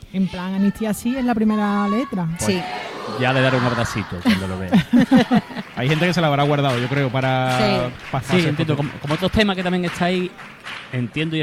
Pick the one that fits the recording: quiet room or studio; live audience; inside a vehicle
live audience